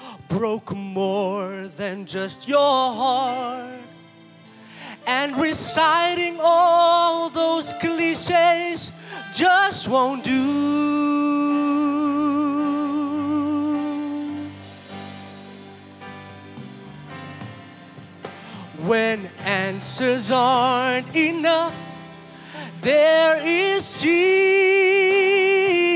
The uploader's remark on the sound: Preached at Zion Sanctuary, Cape Town on the 18th June 2023